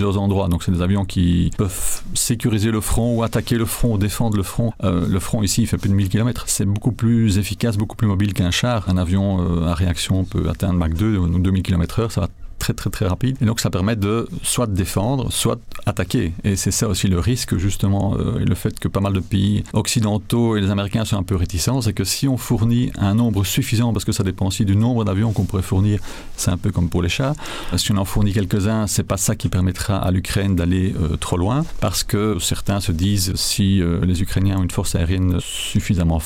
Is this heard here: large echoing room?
no